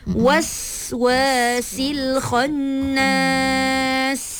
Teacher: Bunyikan sofir pada sin